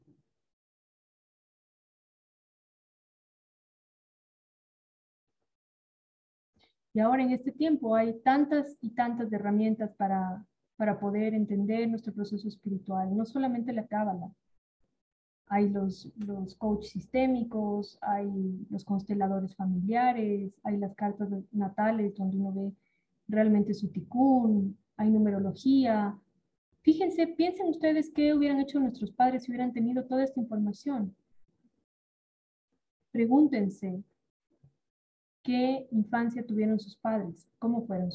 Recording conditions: drop-outs